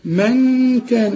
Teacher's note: نون بدون تشكيل لازم تغن لأن بعدها كاف، الكاف من حروف الإخفاء. من كان زي ما تقول منجة، شوف منجة، شوف من كان، بس دي كاف ودي جي.